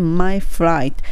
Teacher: 発音的にはまじゃなく、む、唇入れてね、myflight、ふ、ふと音ですね。それと air の後があるので、flight。歯の裏にしっかり当てて、flight has been ここは hair の air を聞かせてちゃんと has been cancelled cancelled キャンセルにしてしまわないで cancelled